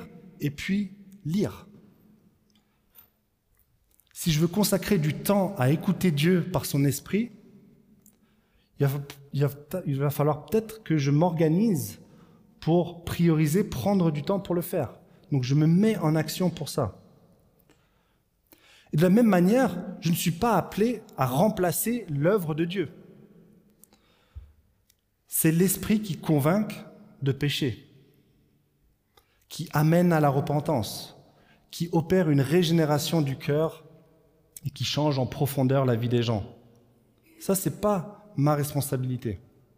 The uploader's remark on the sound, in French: Enregistré à l'église CVV